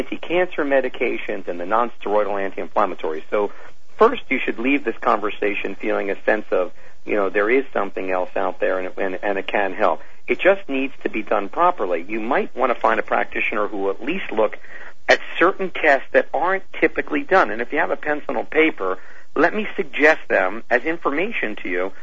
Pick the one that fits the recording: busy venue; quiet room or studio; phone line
phone line